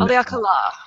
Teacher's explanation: with a little emphasis in the last syllable